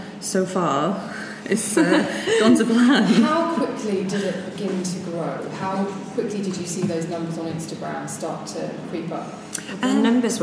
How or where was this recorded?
live audience